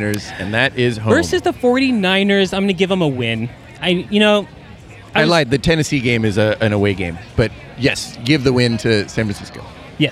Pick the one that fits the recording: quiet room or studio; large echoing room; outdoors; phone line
outdoors